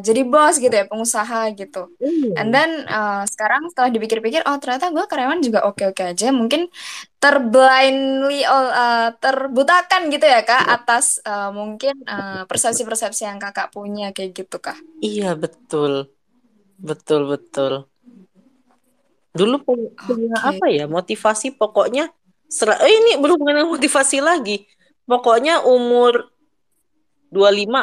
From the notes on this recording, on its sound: recording twitter space